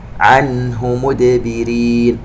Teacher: النون عند الهاء إظهار حلقي ونقلق الدال